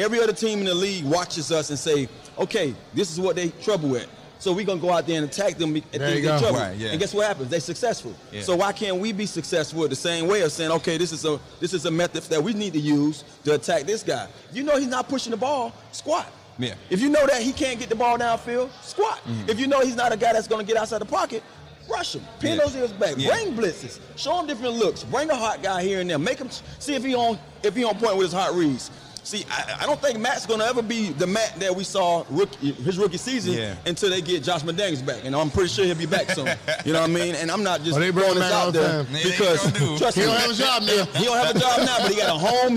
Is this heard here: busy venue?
yes